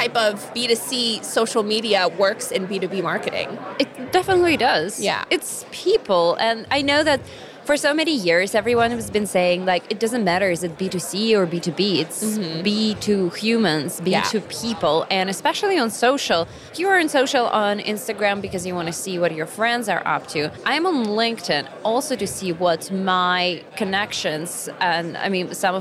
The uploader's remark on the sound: From the show floor at B2BMX 2023.